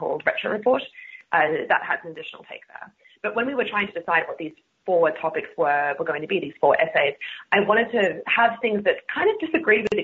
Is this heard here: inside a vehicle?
no